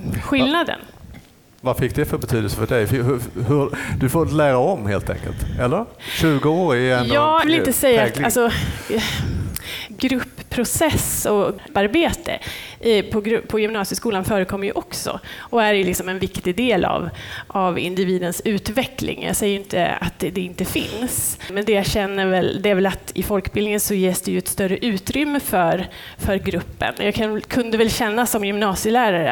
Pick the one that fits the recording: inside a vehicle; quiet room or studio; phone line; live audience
live audience